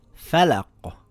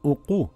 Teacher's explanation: In Tajweed terminology, it means the movement or vibration of the makhraj with the pronunciation of one of these letters when they are sakin. It is caused by a sudden release of the flow of sound after it has been trapped under pressure in the makhraj, producing an additional sound · Shown in: first take · which gives emphasis and clarity to the letter. · Term: echo sound